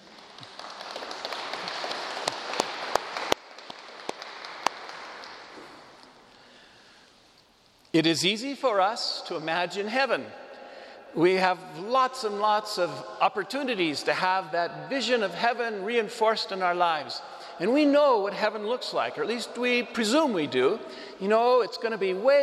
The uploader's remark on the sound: Homily preached to the Saint Francis Catholic Community in Cuenca, EC